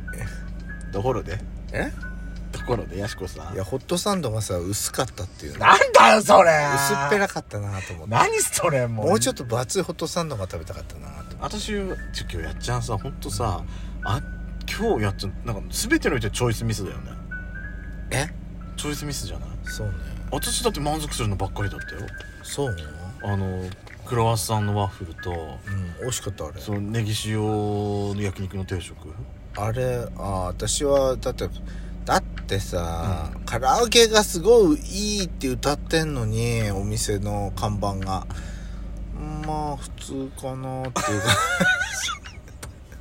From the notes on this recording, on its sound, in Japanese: パーキング収録。